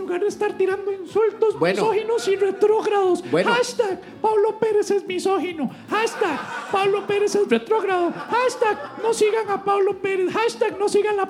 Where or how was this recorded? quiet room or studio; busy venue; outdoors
busy venue